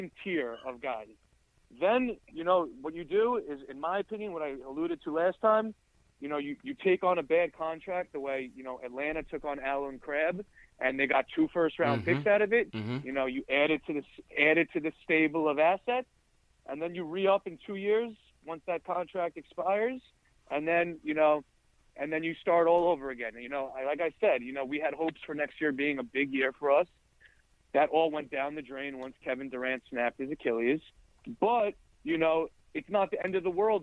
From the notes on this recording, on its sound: They also take live phone calls and see how fans feel about how the Knicks off-season should pan out.